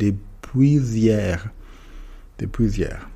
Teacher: Hier wird das S manchmal verbunden, weil hier auf einen Vokal im Gesprochenen anfängt, weil das H ja nicht ausgesprochen wird.